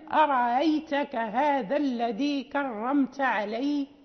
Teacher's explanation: أرأيتك لورش نبدلها ألفا مع المد الطويل · Term: الإبدال